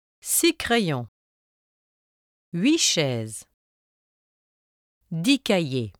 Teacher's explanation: When 6, 8, and 10 precede a noun beginning with a consonant, their final consonants become silent.